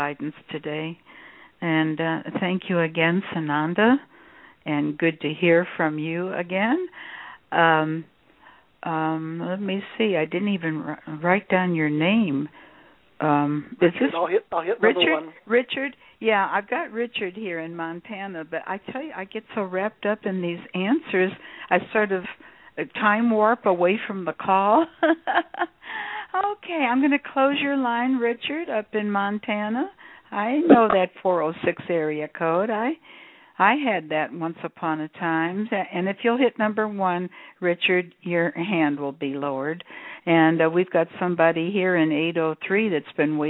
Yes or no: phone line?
yes